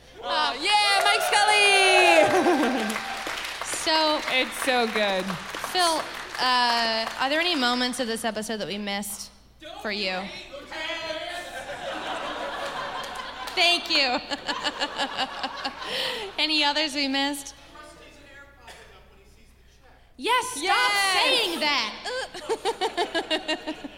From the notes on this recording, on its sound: Live in Chicago. You're going to lose it when you hear this live episode.